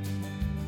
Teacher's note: Our storyteller is from Spain, so you'll hear the Z pronounced like the th in the English word think. · Term: Z sound